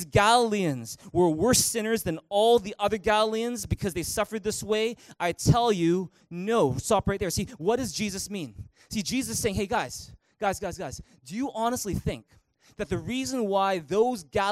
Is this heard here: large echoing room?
yes